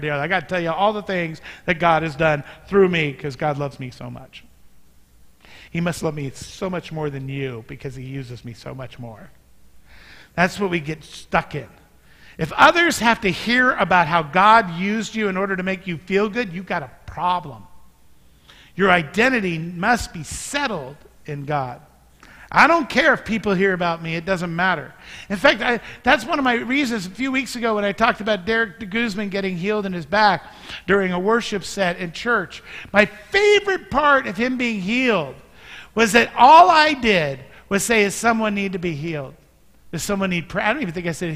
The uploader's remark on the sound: Mt. Zion Church Live!